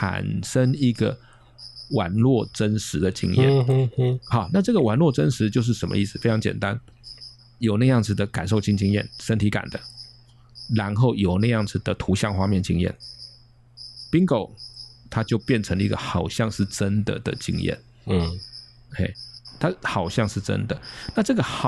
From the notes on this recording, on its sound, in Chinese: 是由3位父親在父親節當天錄製的。當天的錄音很熱鬧，除了不時插嘴的蟋蟀，還有小孩隱約可聞的嬉鬧聲。